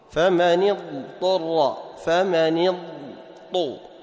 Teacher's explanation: تنطق بالضاد أولا ثم تأتي بالطاء ولا تدغم، لا تقول فمن اضطر، فمن اضطر خطأ، حكم الإظهار عند جميع القراء.